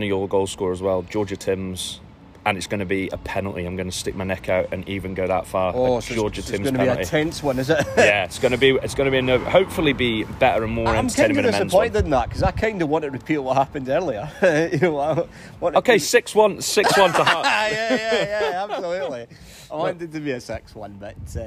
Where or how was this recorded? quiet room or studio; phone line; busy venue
busy venue